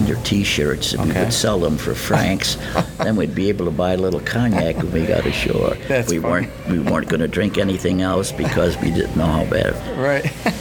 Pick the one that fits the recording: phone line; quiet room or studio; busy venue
busy venue